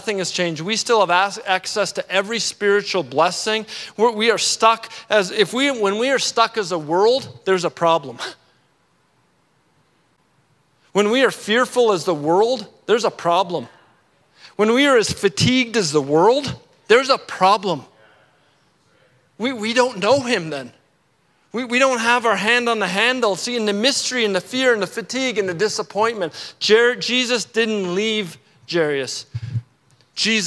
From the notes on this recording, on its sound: at our Edmonton Gathering at Central Baptist Church on November 5, 2022